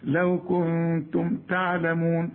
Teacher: النون بعدها التاء، التاء من حروف الاخفاء، عايزين غنى